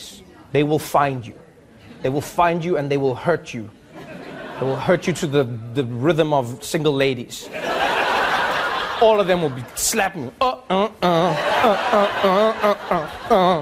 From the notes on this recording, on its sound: He calls on members of the audience to help him solve the mystery.